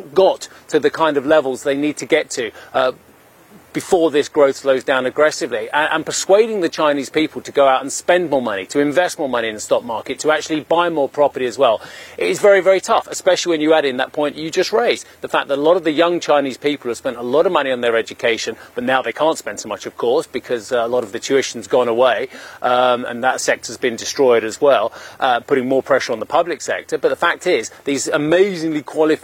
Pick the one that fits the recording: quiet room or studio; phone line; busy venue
busy venue